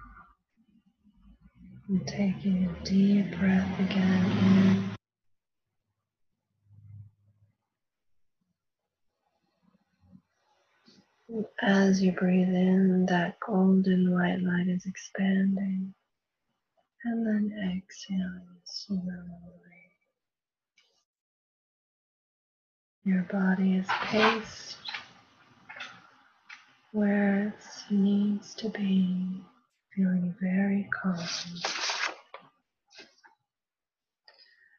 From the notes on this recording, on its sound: Prerecorded LIVE workshop. This is a recording of a weekly live workshop, hosted virtually.